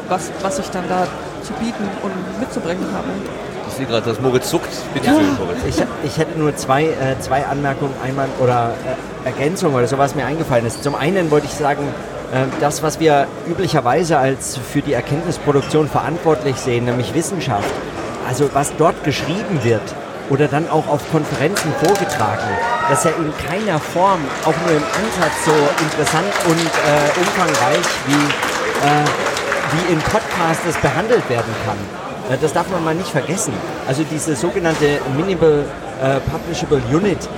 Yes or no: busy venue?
yes